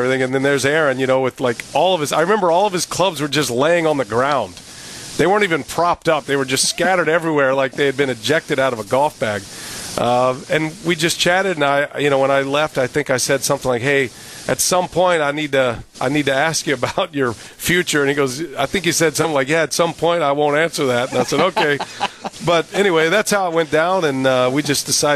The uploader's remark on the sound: Live from American Family Field ahead of the Brewers-Dodgers series finale.